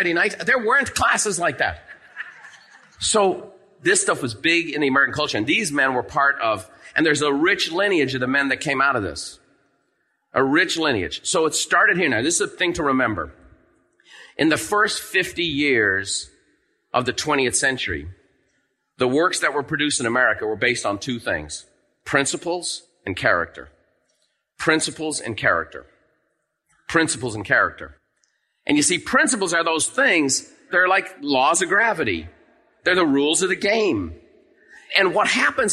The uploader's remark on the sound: In this episode, recorded live at the Buffini & Company MasterMind Summit.